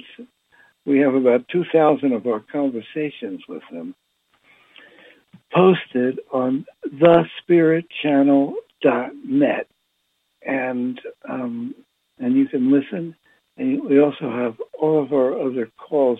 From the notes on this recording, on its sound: Conference Call LIVE.